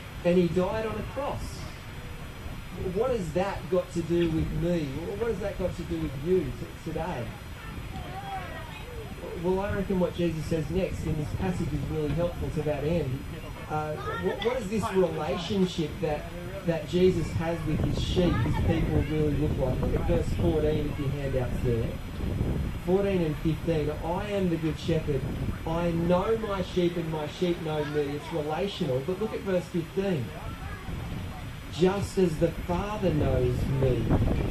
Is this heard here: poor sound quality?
yes